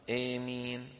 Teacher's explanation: والثالثة إيمين بالإمالة مع المد. الإمالة لغة موجودة عند بعض القبائل العربية، بدل ما يفتحوا شو بيعملوا؟